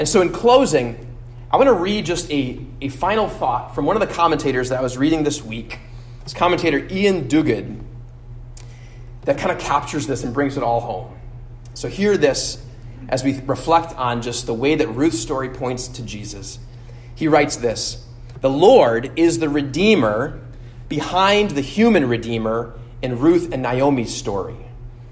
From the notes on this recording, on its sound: at Immanuel Lutheran Church in Pasadena, CA